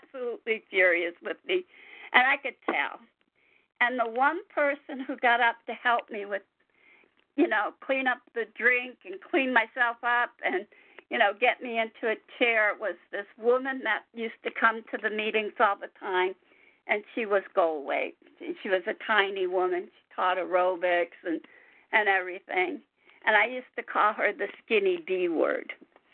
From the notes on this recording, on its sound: 100 Pounders Phone Meeting